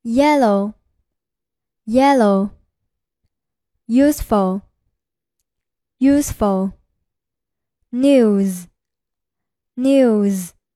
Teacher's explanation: 该半元音一经发出，立刻向后面的元音滑动，起到辅音的作用